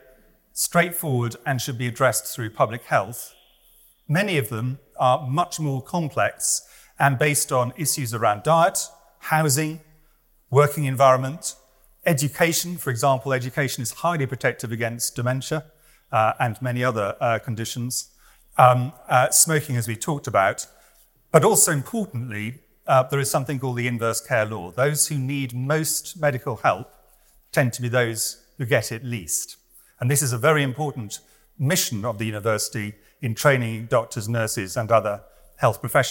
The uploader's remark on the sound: This lecture was recorded on Tuesday, 13 February 2024 at the Whitworth